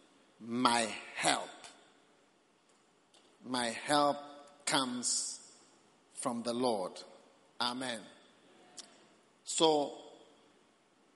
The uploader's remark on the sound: Preached at the Prophetic Encounter Service.